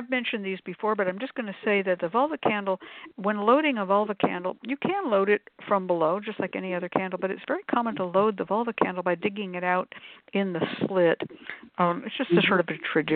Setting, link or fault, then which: link, phone line